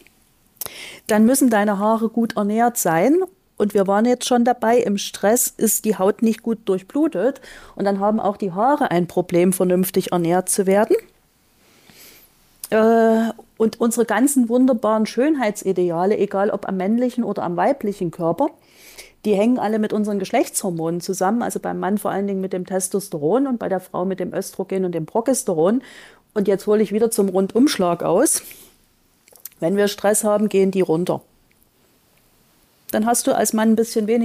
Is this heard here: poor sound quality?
no